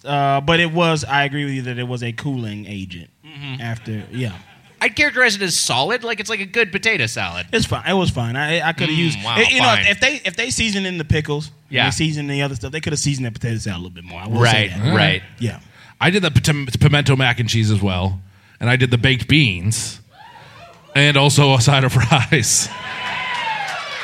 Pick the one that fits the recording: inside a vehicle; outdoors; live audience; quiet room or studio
live audience